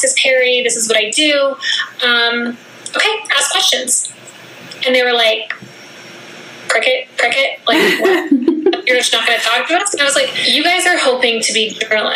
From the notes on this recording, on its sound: via ZOOM